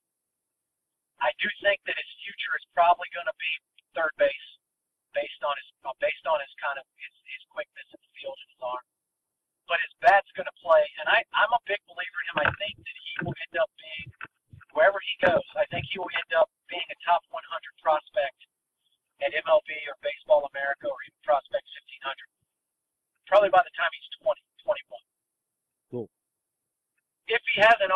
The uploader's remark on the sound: Truth be told, the audio is a little rough. Made the call from the car. Enjoy the smooth sounds of the road.